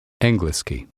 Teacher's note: Make sure you're saying eng and not ing at the beginning of the word.